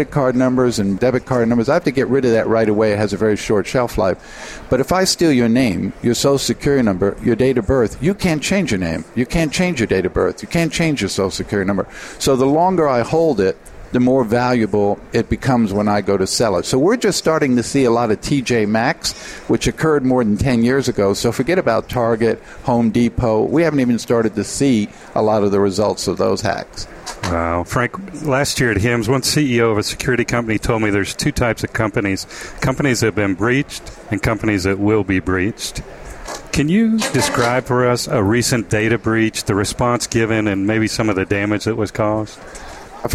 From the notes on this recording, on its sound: The episodes were broadcast live in Experian Health’s booth (#3503). The episodes were broadcast live in Experian Health’s booth (#3503) at the The HIMSS17 Annual Conference and Exhibition.